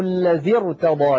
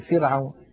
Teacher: الراء الساكنة إذا كان قبلها كسرة مثل فرعون ترقق، هي ساكنة وقبلها مكسور.